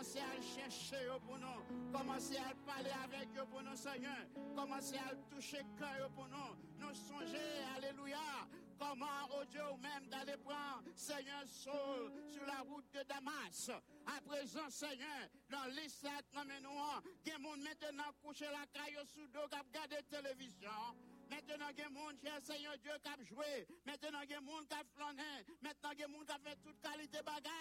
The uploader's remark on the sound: Sunday Service Live